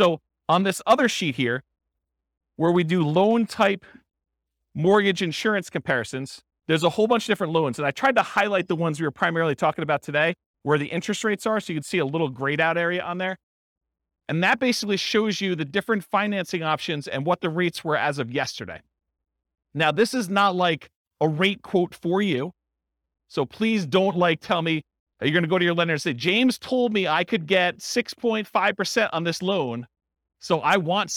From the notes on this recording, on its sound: This was a live class recorded